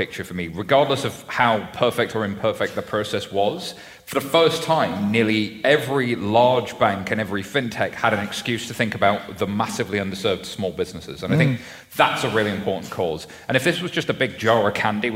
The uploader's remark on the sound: Recorded live in London